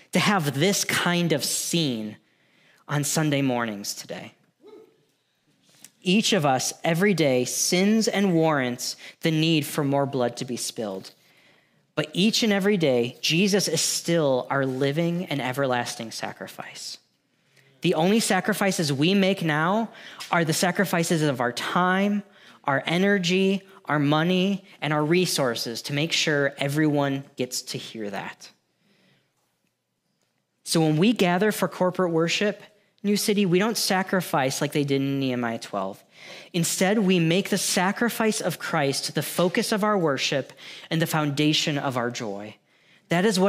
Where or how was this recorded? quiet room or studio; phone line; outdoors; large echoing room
large echoing room